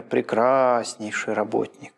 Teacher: Вот растянули слово, и уже не просто это какая-то нейтральная констатация, это уже наша эмоция. · Term: ударение эмфатическое